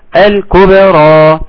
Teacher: الكبرى بقى عندي مشكلة هتواجهني، ان في حد كما لو كان هيمدولي الكبرى، انا عاوز باء مرققة مقلقلة خفيفة